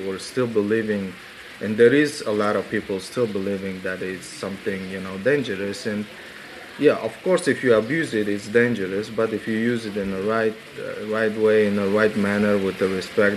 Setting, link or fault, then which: setting, busy venue